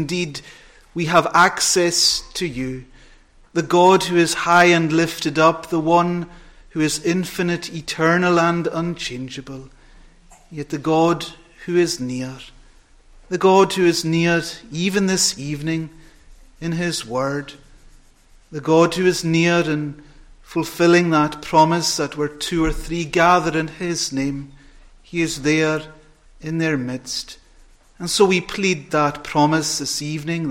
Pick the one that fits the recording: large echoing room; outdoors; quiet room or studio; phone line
large echoing room